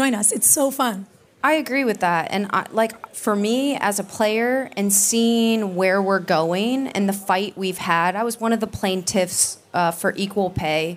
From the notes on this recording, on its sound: We’re going to Cannes, France and bringing you a panel from Sport Beach which was hosted by Stagwell Inc. During last month’s Cannes Lions.